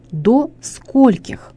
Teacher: ударение в этих формах падает на букву «о»